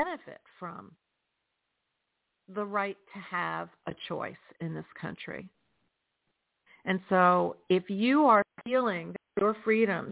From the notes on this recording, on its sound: in response to callers' questions.